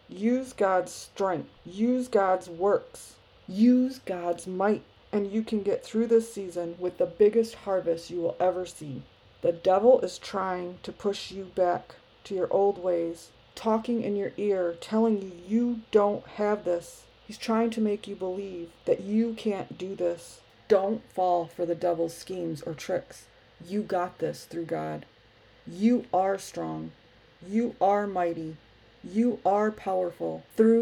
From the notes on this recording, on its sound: Sorry for the noise in the background. I was having issues with my computer.